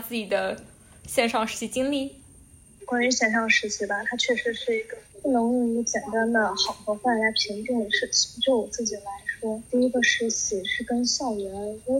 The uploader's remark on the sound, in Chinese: 由于远程录制问题，本期节目音质十分糟糕，还请见谅。